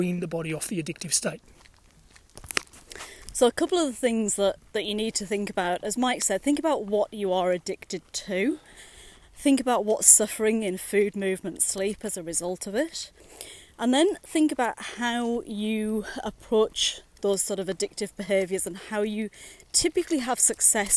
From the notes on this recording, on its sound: recorded during daily walks